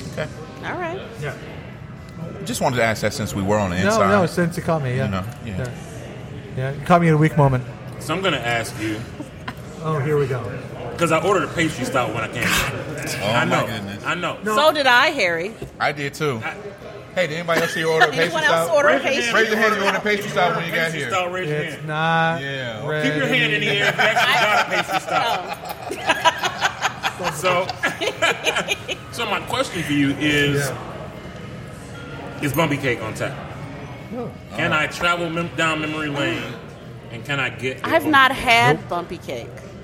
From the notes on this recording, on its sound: Live at Old Nation